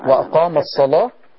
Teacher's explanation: اللام مفتوحة وقبلها حرف الصاد تغلظ لورا